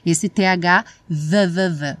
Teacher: Parece um V, só que ele é produzido com a língua na ponta dos dentes superiores.